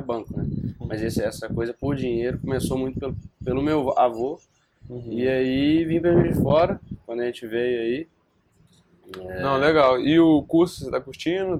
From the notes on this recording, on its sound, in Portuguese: Na gravação tivemos um pouco de problema em relação ao vento, que atrapalhou o audio em alguns momentos